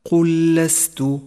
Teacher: المثال التالي لاحظ الإدغام المتماثل عند قوله تعالى: قل لست، جاءت اللام الأولى ساكنة والثانية متحركة، ندخل الأولى بالثانية فتصيران لاما واحدة مشددة